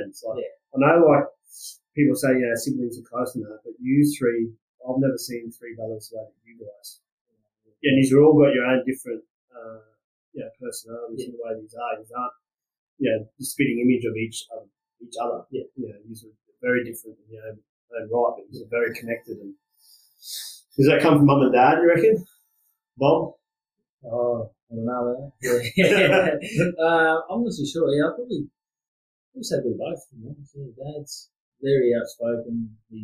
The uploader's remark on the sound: We've struggled with audio on this one. We have found its better with headphones on.